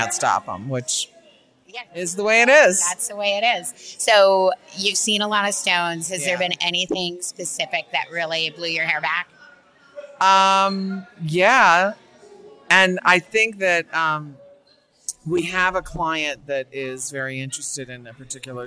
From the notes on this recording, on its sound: We stopped a handful of designers and industry tastemakers in the aisles of "the tents," in the back lot of the Tucson Convention Center, in the lobby of Pueblo and, in one case, underneath a highway overpass. While the sound-quality on some of these rapid-fire interviews admittedly isn't studio-quality, we're delighted to share the joy, excitement, laughter and passion that was conveyed during these "man on the street" encounters.